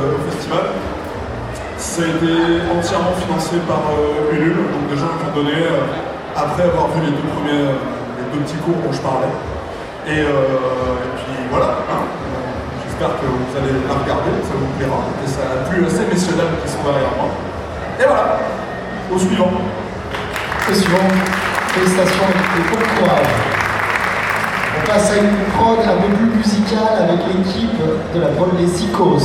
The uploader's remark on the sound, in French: On continue avec les enregistrements effectués lors de la dernière édition du TGS, avec cette fois ci l'inauguration du FFW !